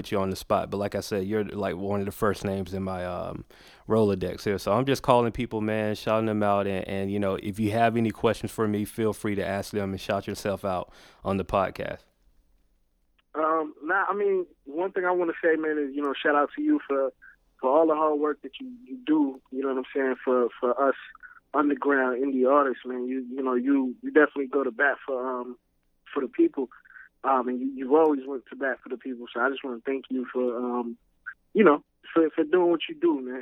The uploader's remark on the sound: Instead of having people call in, I went through my phone and made a few calls to see who would pick up.